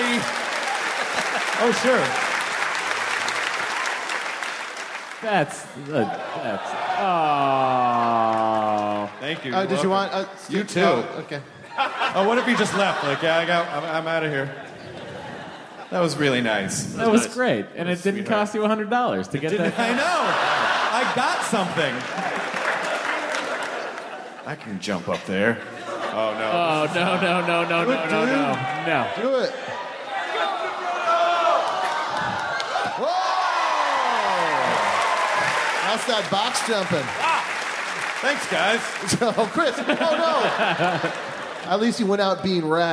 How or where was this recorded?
live audience